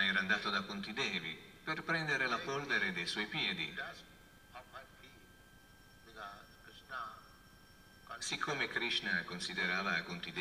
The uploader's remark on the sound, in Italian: in diretta dal Tempio di Villa Vrindavana